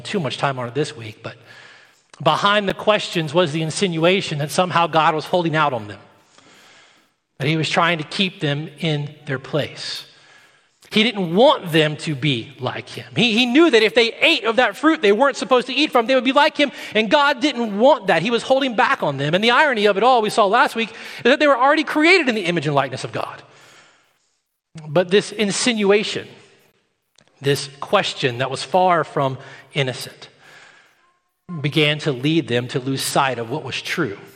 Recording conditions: large echoing room